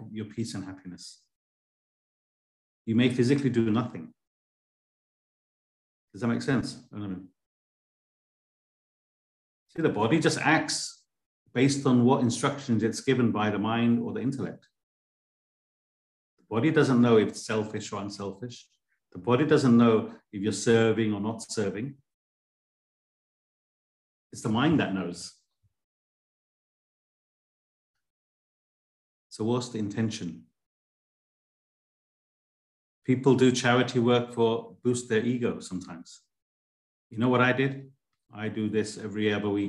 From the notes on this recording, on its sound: A live recording of a Bhagavad Gita class given virtually on the 30th of July 2023.